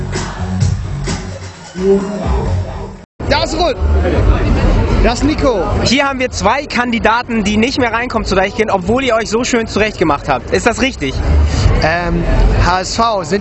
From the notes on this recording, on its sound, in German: Die söndigste Meile der Welt verwandelt sich in einen Konzertsaal. Hamburg.de war live dabei auf dem Reeperbahnfestival.